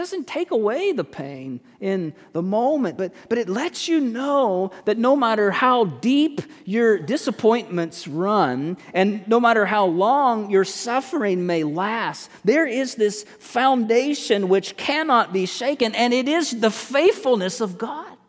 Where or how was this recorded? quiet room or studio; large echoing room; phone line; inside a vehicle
large echoing room